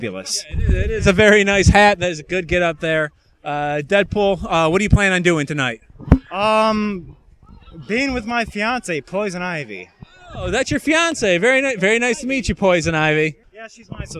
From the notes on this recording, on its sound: Nyancon 2016 Street Interviews. The Action Comedy Nerd Show live show appeared at Nyancon 2016 in Kirtland, Oh.